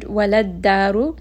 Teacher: dal has a shadda, so we are going to drop that second lam. We are not going to pronounce, and then instead we will move straight onto the dal.